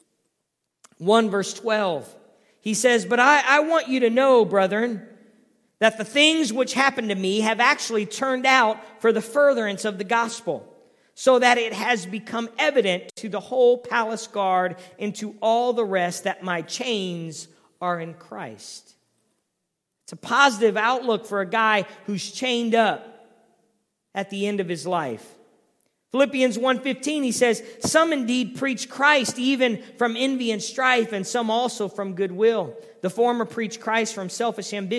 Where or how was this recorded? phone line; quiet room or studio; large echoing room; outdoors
large echoing room